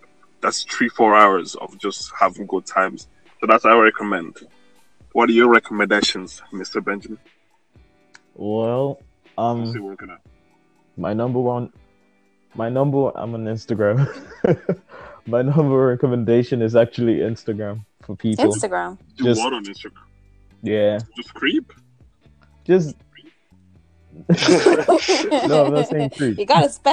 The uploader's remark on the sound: Please do excuse the sound quality